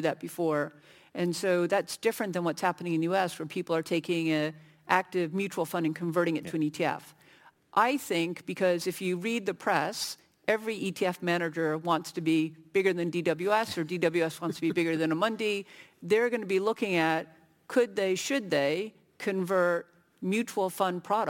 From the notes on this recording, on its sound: Panel Discussion (Annual Conference 2023). Our recent Irish Funds Annual Conference, held in Dublin.